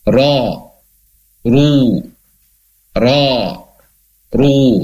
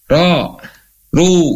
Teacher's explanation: Yang pertama, huruf ro ketika berharokat fathah atau dhammah, berarti ini ro-nya ketika hidup ya, berharokat nih, maka dibaca tebal. · Shown in: first take